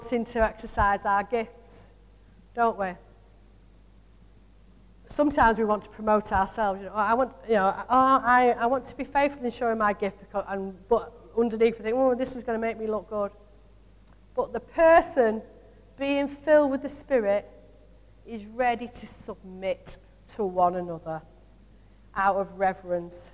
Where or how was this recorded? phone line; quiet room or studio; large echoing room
large echoing room